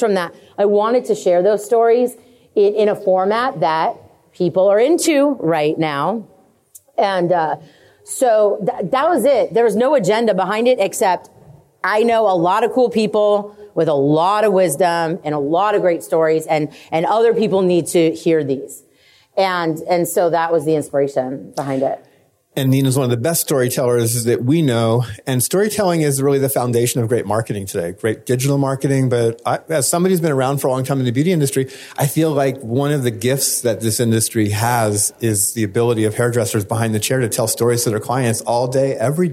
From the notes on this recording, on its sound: LIVE from ISSE